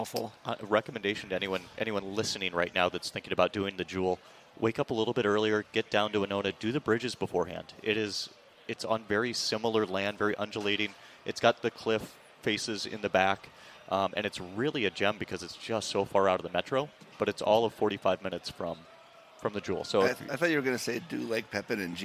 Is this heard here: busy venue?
yes